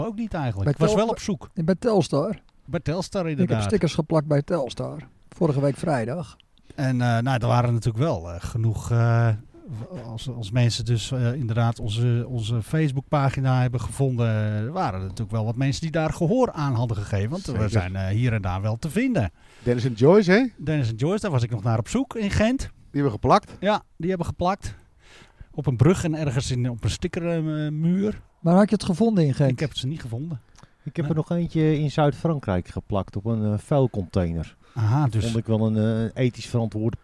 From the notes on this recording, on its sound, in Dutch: De eerste aflevering van ons tweede seizoen is opgenomen in de buitenlucht. Vanaf het prachtige terras op de Krom met zicht op de velden.